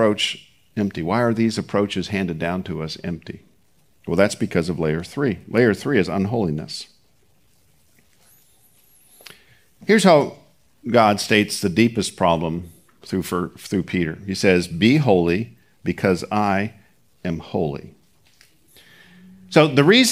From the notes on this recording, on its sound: Recorded at Seabreeze Church